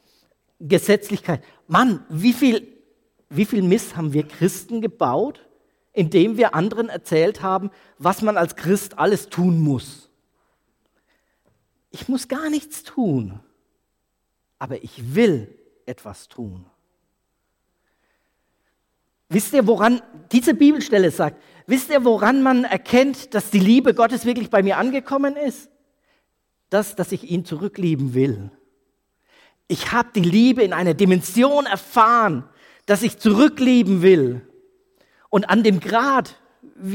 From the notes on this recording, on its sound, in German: Predigt aus der Freien Christengemeinde Nürnberg K.d.ö.R. Ernst-Sachs-Str.